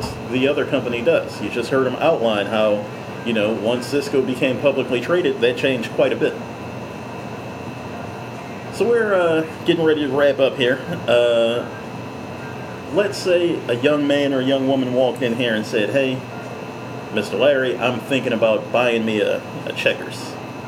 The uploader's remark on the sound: There was a bit of a humming sound in the background that could not be edited out.